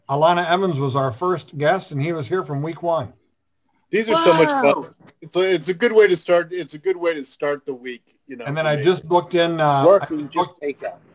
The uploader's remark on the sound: An epic Zoom Show. For those who missed the live stream of this one, really missed out.